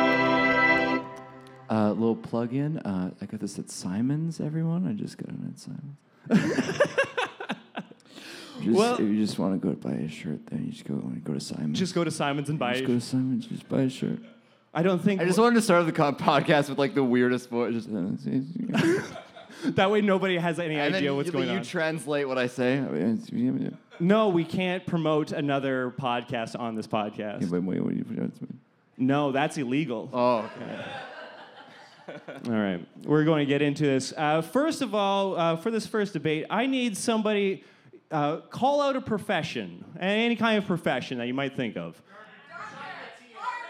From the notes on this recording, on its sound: A very special episode recorded with a live audience at ThunderProv, a bi-weekly improv theatre show put on by the improv theatre company, Sorry Not Sorry.